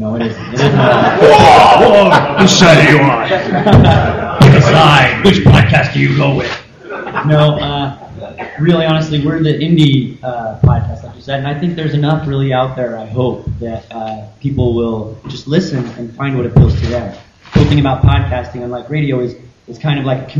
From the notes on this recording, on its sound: The complete audio recording of the Comics Podcasting Panel on July 23rd at the San Diego Comic Con.